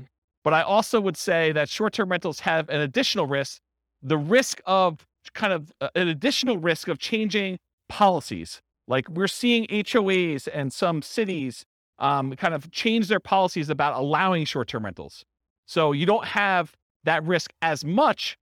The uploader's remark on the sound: This was a live class recorded